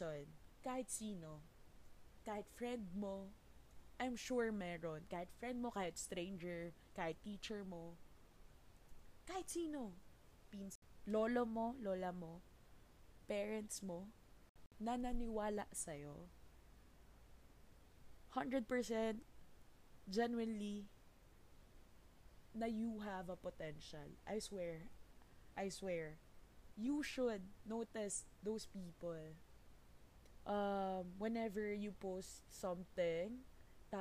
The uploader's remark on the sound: I realized that the audio was weak when I was already done editing so there is no going back now.